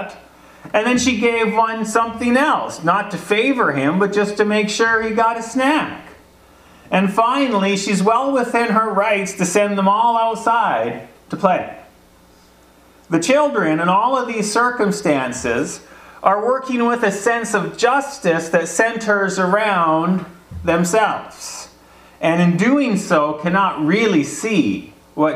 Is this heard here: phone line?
no